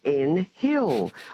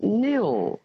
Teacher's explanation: The H is silent, and it's N-H-I-L-L, of course, and it's pronounced Nil. · Shown in: second take